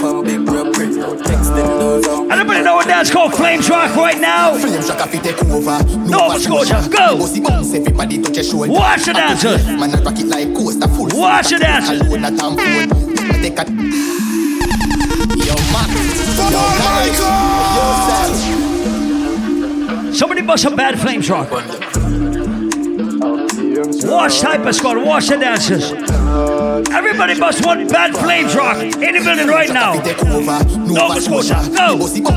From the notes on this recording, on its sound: Live audio recording from island saturdays on Sept 23.